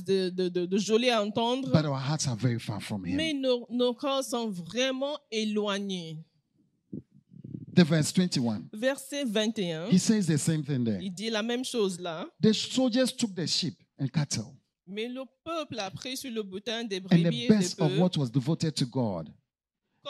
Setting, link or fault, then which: setting, large echoing room